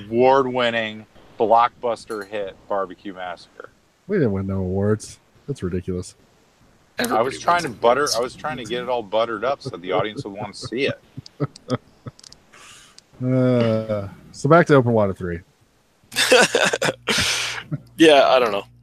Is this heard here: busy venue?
no